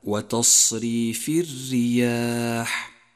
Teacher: لاحظ صفة الهمس في حرف الصاد من قوله تعالى وتصريف الرياح، حيث يجري النفس عند النطق به، وهو واحد من حروف الهمس التي يجمعها قولك فحثه شخص سكت.